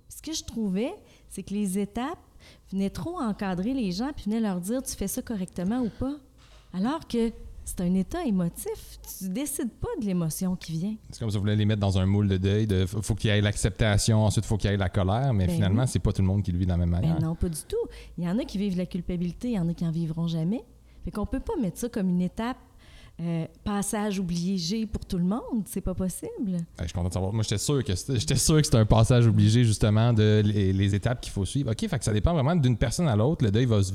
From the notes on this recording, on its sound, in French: Le podcast a été enregistré en août 2021 à la microbrasserie le Boquébière au 50, rue Wellington Nord à Sherbrooke